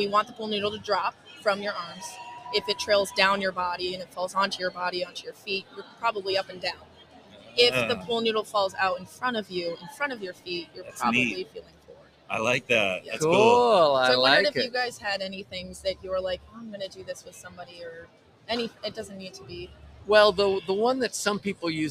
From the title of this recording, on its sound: Live From the AVCA Convention in Tampa, Florida